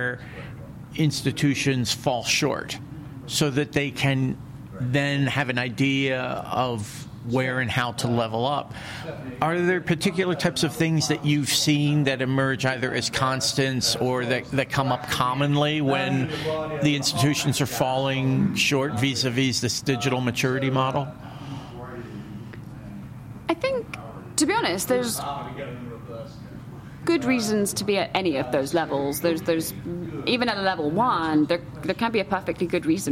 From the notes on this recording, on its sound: LIVE FROM MONEY 20/20. In a series of podcasts taped live at Money 2020 in Las Vegas.